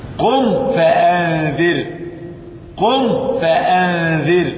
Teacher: احذر أن تخفي الميم الساكنة عند ملاقات الفاء، لأن الميم الساكنة قريبة المخرج للفاء · Term: إظهارا شفويا